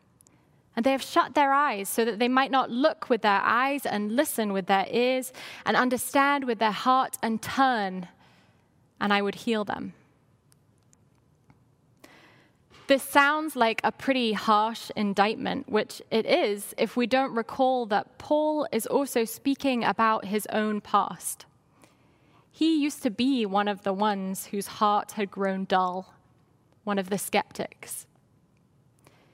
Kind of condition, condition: setting, large echoing room